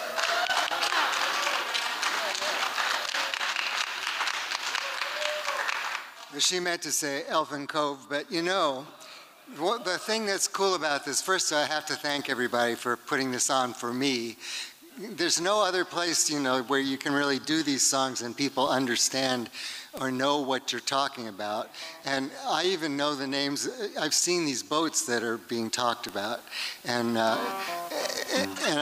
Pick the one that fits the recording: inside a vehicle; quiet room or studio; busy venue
busy venue